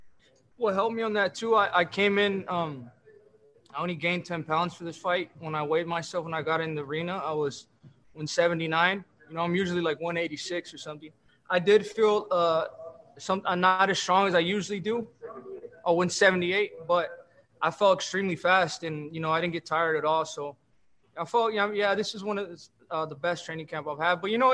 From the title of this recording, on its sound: Post Fight Media conference